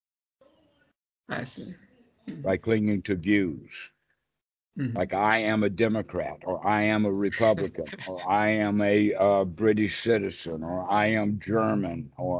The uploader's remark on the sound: skype calls on this channel